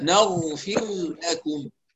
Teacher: فلا يضيع التكرير بالكلية ولا يهمل بالكلية، لكن يكون معتدلا. نغفر هكذا، نغفر لكم.